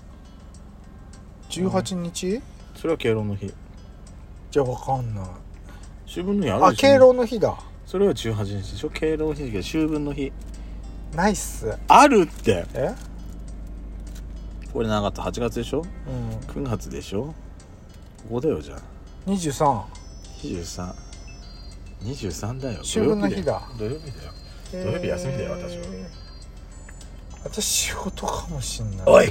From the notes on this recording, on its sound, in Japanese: 2人組。パーキング収録。